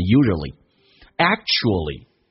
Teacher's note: 但是我们发现 ual 组合在一起的时候，经常可以把 u 去掉